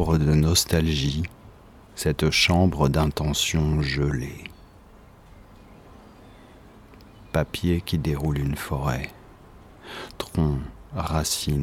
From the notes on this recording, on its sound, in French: Enregistré sur le balcon, d'où les bruits ambiants.